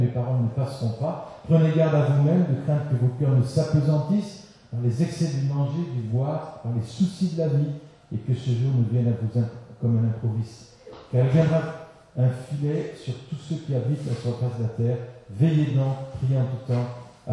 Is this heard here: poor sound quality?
yes